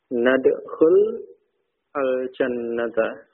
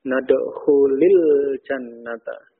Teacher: Tetapi karena sesudahnya alif lam, alif tidak dibaca, langsung ke lamnya sukun, ya, supaya tidak bertemu dua sukun dalam pengucapan, maka sukun yang pertama di kasrah · Shown in: second take · nadkhulil jannata.